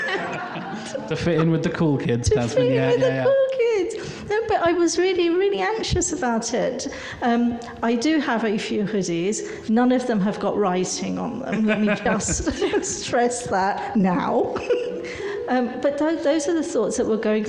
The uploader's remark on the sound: Live recorded during brightonSEO. To do a live podcast the night before brightonSEO. Instead of recording in our bedrooms*, we recorded a podcast in front of a live audience. The audience was part of the show, as they asked questions and shared their own experiences and tips.